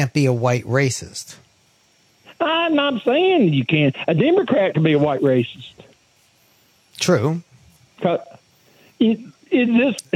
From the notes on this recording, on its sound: called in to my SiriusXM program